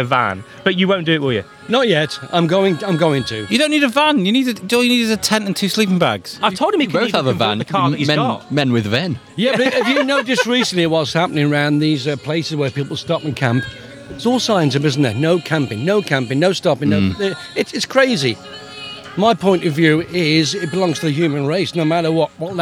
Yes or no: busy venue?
yes